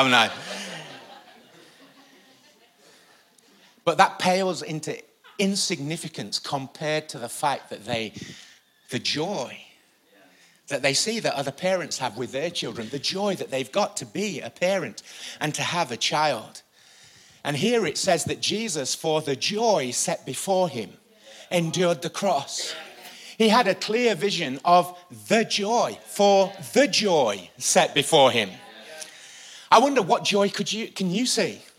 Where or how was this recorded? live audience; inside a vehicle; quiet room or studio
live audience